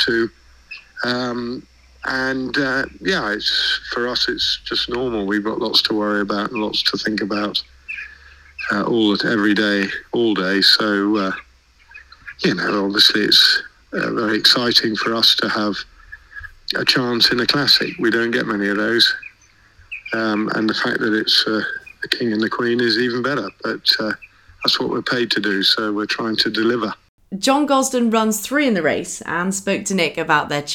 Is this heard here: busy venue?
no